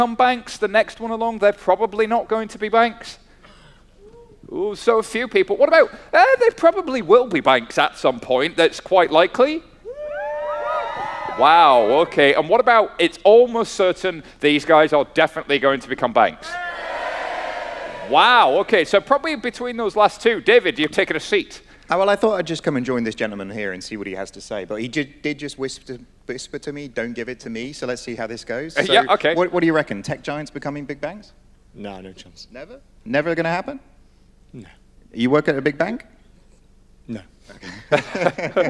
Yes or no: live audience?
yes